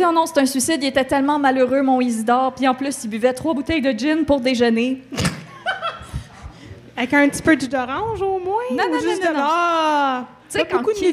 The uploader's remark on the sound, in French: En direct du Festipod 2021. Dans cette épisode spécial enregistré au Festipod 2021.